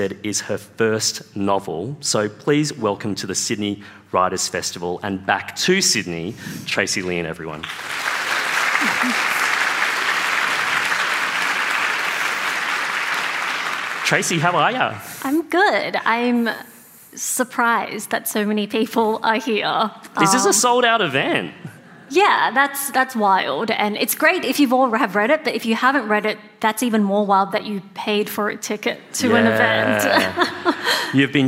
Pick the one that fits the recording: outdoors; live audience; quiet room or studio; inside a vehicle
live audience